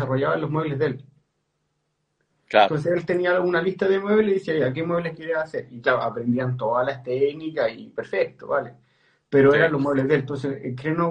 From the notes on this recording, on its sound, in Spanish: conversaciones en vivo por Instagram